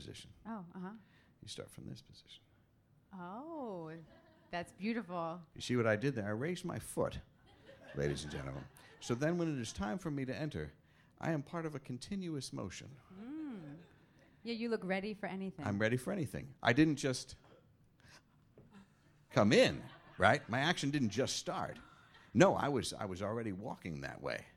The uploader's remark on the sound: returns to New York City with a terrific live show